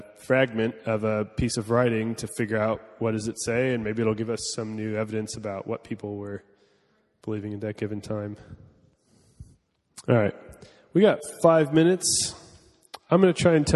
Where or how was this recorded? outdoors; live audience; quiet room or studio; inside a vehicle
live audience